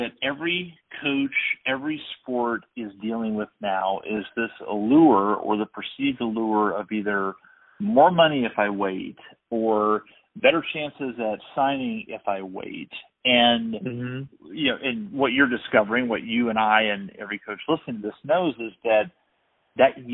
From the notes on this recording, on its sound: We had a conversation with a track and field coach over the phone